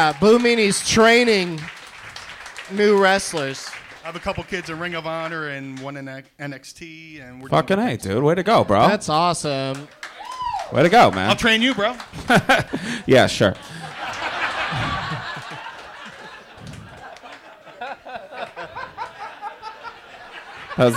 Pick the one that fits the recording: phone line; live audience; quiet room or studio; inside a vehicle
live audience